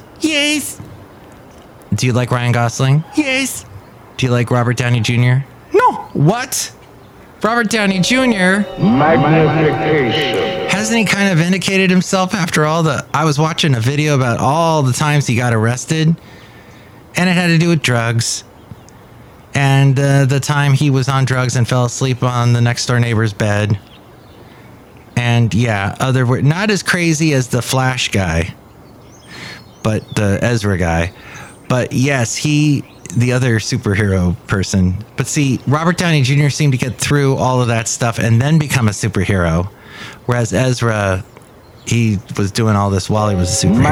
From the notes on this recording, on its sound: podcasts live from Café Anyway